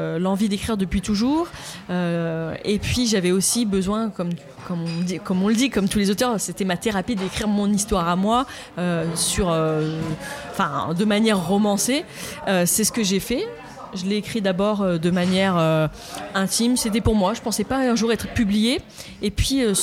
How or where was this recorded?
busy venue